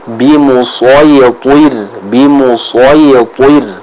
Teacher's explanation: huruf swad dan to sekali lagi harus kita baca dengan tebal · huruf ro yang ada di akhir ayat tersebut itu harus kita baca dengan tipis